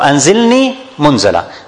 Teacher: So both of them, the noon in Anzilni and the noon in Munzala, both of them noon sakina, followed by za. So al-hukum is al-ikhfa. So Anzilni, Munzala.